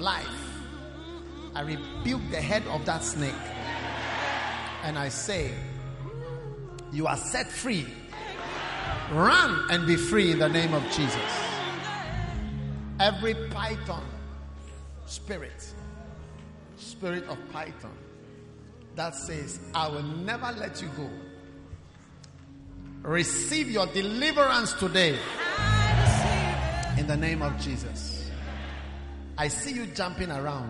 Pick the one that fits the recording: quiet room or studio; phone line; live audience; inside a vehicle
live audience